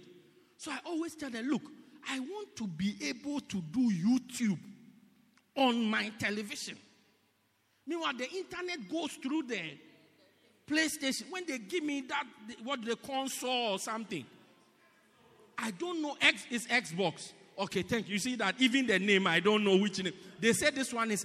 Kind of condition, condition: setting, large echoing room